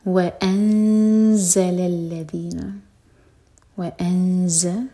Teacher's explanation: زا کے لیے اخفاء اور زا بزنگ ساؤنڈ کے ساتھ